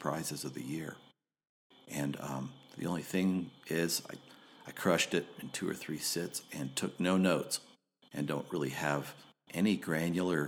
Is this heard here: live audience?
no